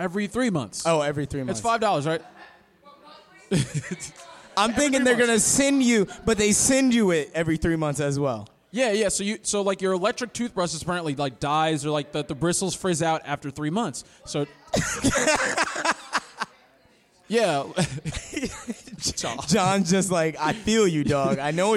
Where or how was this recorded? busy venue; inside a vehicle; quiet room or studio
busy venue